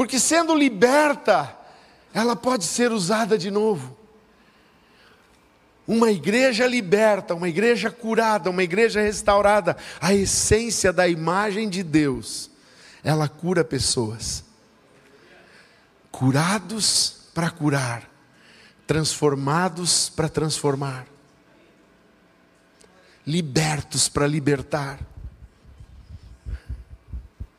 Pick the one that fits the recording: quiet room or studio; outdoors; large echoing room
large echoing room